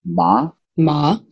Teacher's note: Second tone is like you're asking a question. When you ask a question, you have that sort of lift up at the end of your voice, like what?